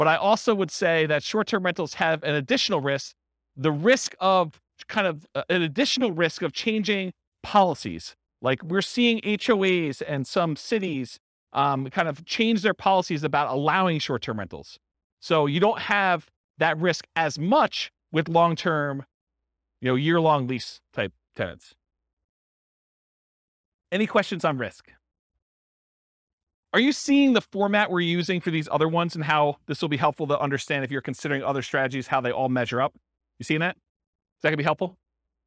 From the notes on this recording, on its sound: This was a live class recorded